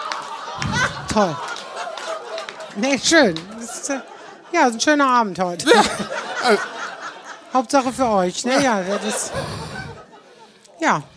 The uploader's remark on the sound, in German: Teil des Live-Podcast aus dem Talbahnhof.